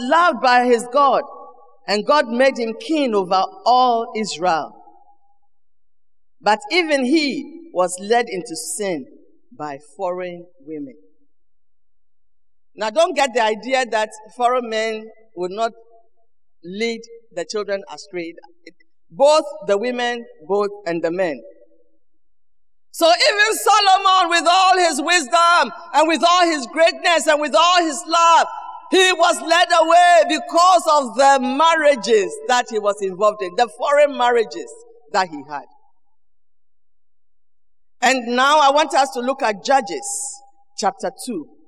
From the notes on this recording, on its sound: Sermon preached at CBC Shiashie Campus